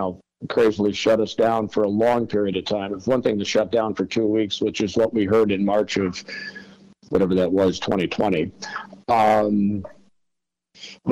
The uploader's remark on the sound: was able to have a phone call